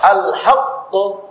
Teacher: qalqalah itu diberikan pada qaf yang kedua, baru dilepas.